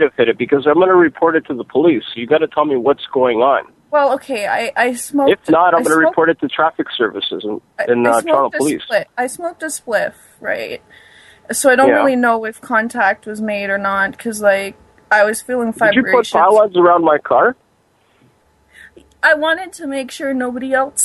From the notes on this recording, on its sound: Prank Phone Calls Collection